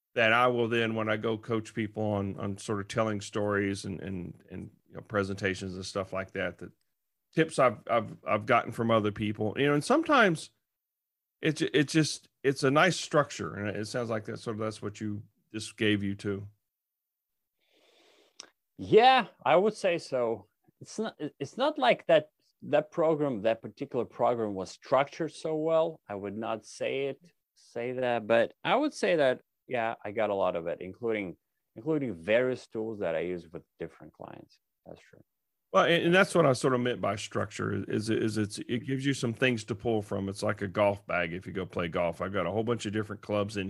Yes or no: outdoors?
no